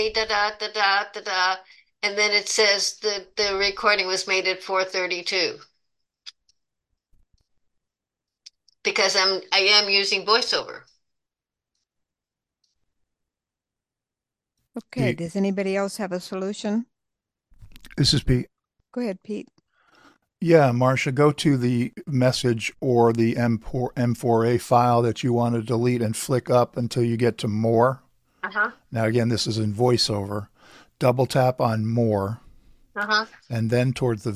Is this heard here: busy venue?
no